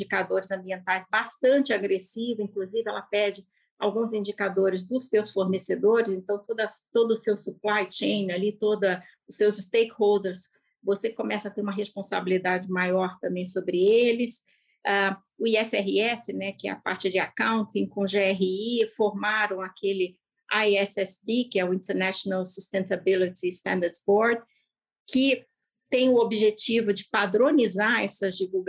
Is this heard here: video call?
yes